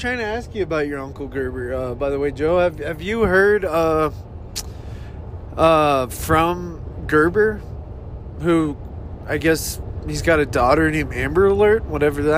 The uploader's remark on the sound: Driving around